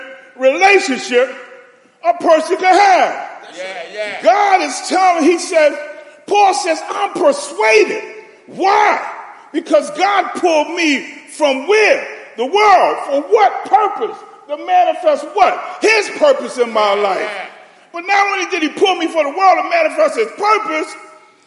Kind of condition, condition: setting, large echoing room